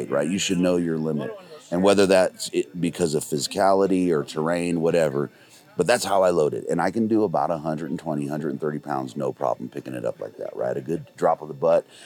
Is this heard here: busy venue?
yes